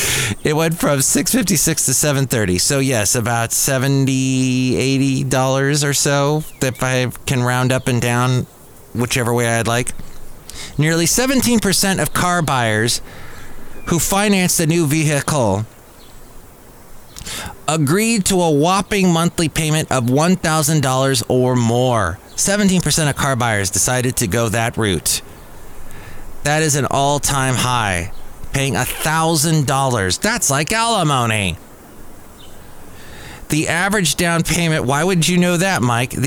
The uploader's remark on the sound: podcasts live from Café Anyway